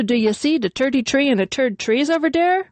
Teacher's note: To us, the TH sound is simply replaced with a T, unvoiced, or a D, voiced.